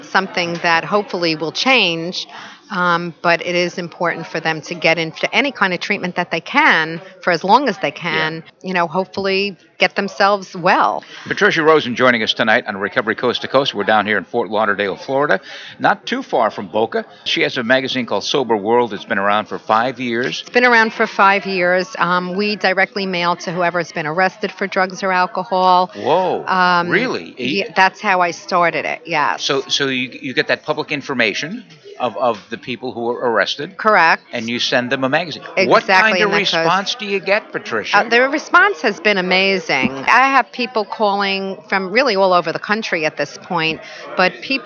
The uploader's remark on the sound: Interview at the 2016 NAATP Leadership Conference in Ft. Lauderdale, FL.